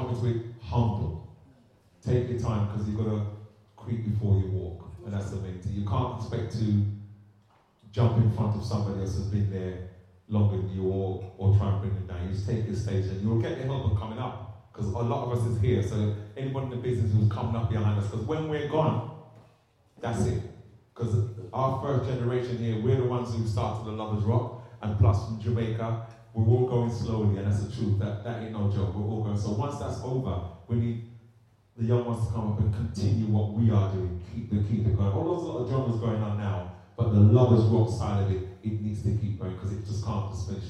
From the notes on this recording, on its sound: This interview was recorded at the Brent 2020 Bass Rewind event in November 2019